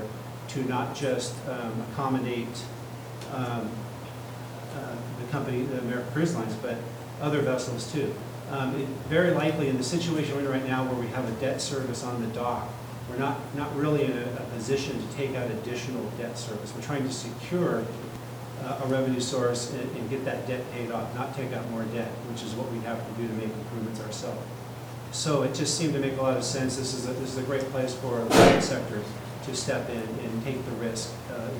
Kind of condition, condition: setting, large echoing room